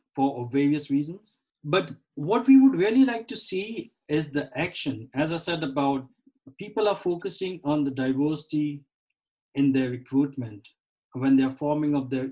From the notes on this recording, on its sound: over Zoom